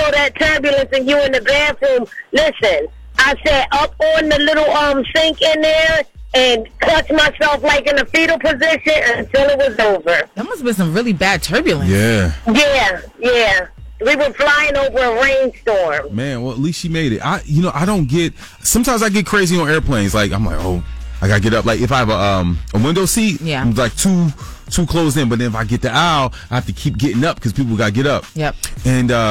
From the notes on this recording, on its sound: We opened up the phone lines